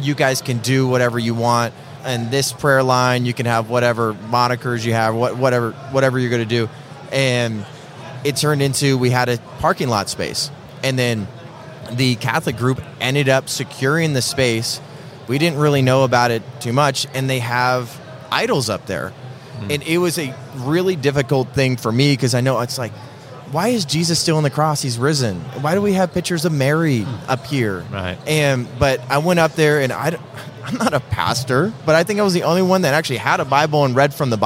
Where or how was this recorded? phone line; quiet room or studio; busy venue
busy venue